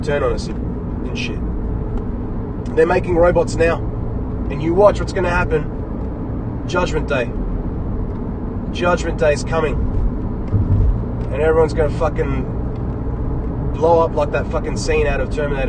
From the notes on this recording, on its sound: This episode was recorded in my car on the way to work. Sorry for bad audio.